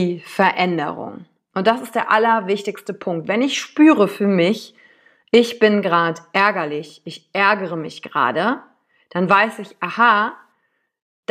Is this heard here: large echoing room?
no